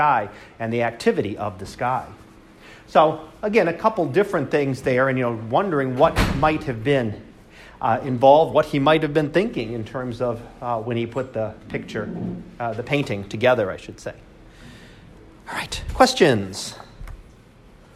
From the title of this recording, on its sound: Live Class Lecture